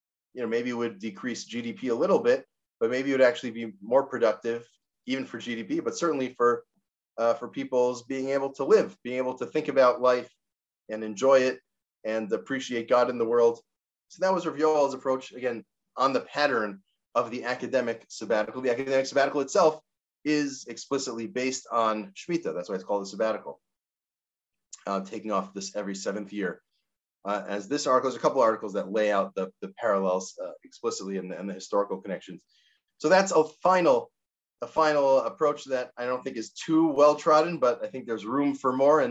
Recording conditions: video call